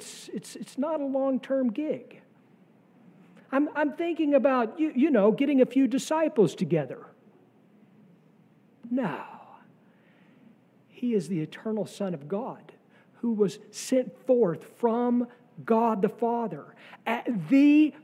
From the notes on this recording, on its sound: sermon from our Trinity Sunday worship service on June 4, 2023.